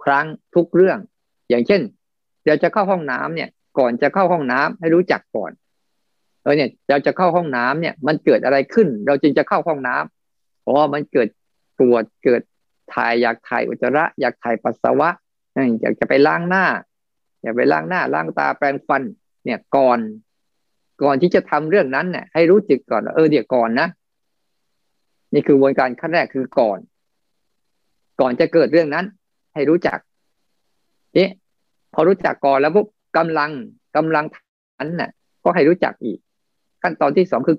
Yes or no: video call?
yes